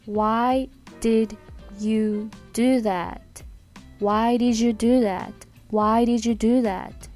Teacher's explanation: ジュ、ジュっていう J の音になります